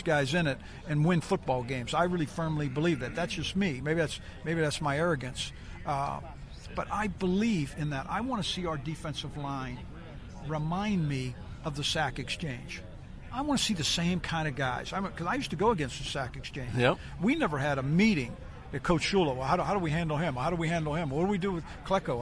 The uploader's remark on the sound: Live at the Combine - Day 3. At the 2017 NFL Combine in Indianapolis.